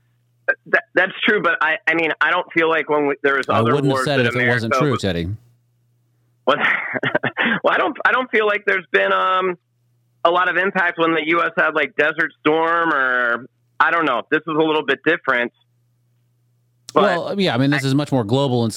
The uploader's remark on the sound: Was recorded over the phone. In Austin “Podcastropolis” Texas.